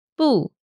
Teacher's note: bu is fourth tone, the falling tone.